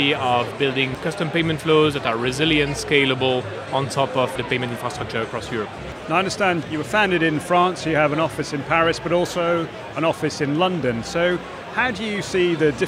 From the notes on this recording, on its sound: Recorded at Fintech Talents. The event took place at The Brewery, London in November where we recorded a series of interviews from Andaria's booth with a number of the speakers and attendees.